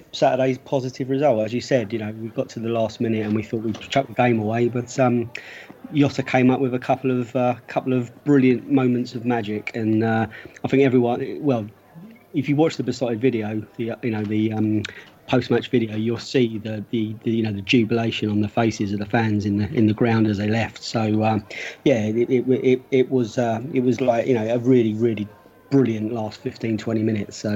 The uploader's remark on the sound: Pre-Match Podcast From The Pub